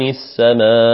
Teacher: الميم هنا فيها مد طبيعي وبعدها همزة قطع وجمعت في كلمة واحدة وكانت في كلمة واحدة، فإن هذا يسمى مدا متصلا.